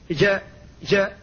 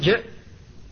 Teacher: يحرص على الشدة والجهر في الجيم وعلى الانفتاح فيها · Shown in: second take